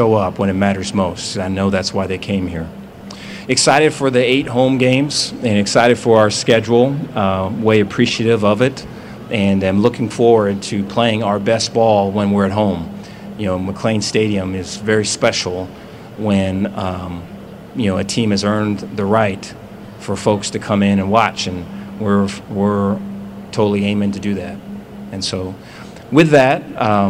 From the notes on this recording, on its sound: Press conference at Big 12 Football Media Days.